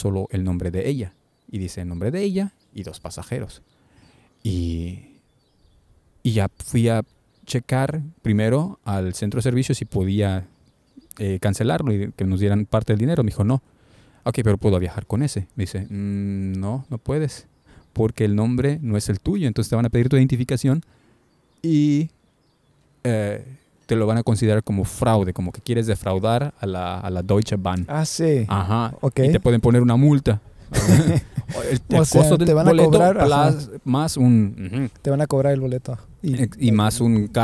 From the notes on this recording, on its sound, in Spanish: Este episodio lo grabamos al aire libre, en el centro de Berlín frente a las oficinas del nuevo canciller Olaf Scholz, así que una disculpa por el ruido del fondo.